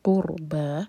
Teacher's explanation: یہاں پر را ہیوی پڑھا جائے گا منہ بھر کر، کیونکہ را ساکن سے پہلے دمہ ہے.